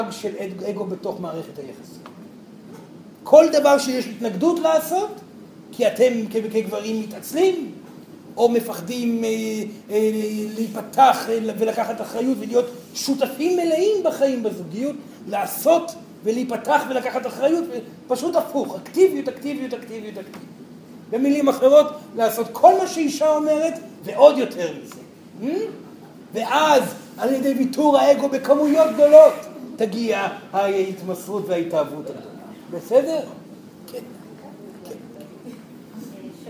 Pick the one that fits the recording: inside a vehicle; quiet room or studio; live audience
live audience